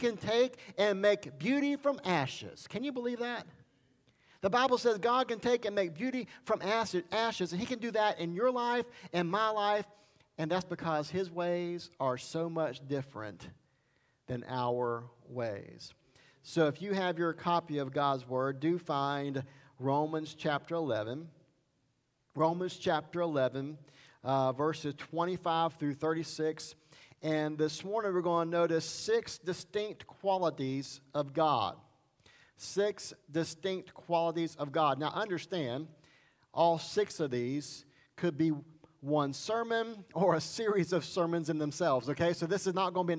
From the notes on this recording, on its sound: Sermon Recorded Sunday September 26 at Highland Baptist Church.